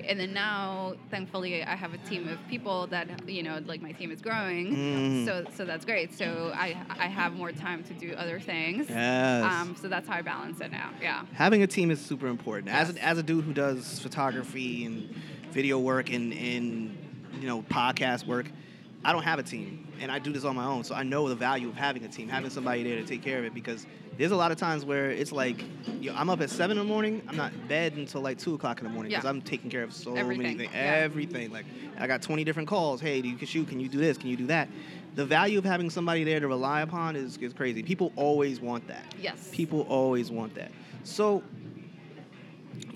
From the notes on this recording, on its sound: I met up with her at a starkbucks in the middle of Manhattan a few weeks back to record this podcast. The orginial place where we were going to record this podcast was closed and we had to think on the fly as to where we could record this episode.